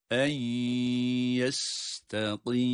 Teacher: Mim harfini de gunne sesi vererek okuyup duruyoruz